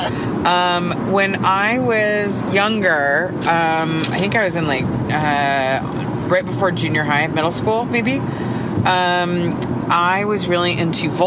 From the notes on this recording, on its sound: They recorded via iPhone on the road to Coachella Weekend 2.